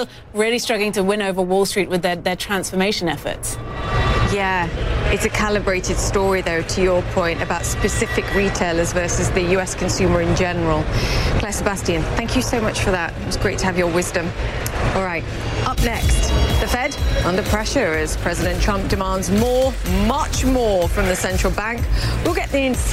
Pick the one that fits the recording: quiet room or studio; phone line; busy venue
busy venue